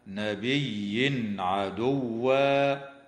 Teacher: ويظهر التنوين عند العين